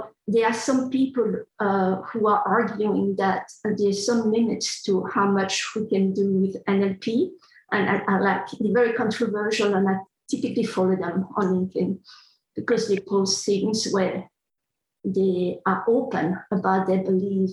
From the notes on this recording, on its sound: This episode is an audio version of a virtual panel held at the Linguistics Career Launch in the summer of 2021.